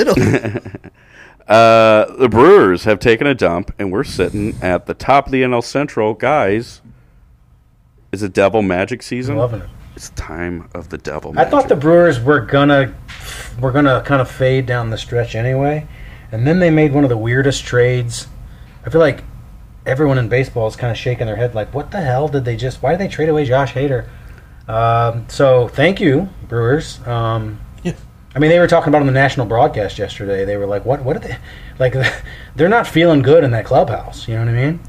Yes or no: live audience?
no